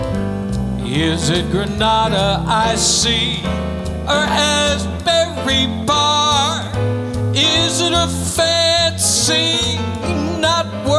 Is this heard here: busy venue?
yes